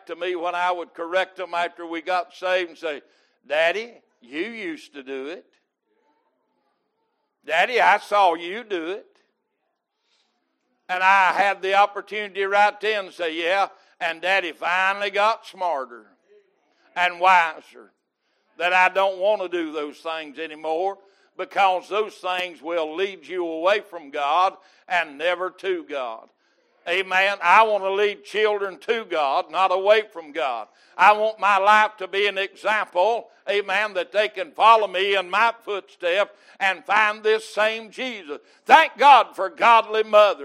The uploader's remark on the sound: Recorded May 8, 2022 - Sunday Morning Service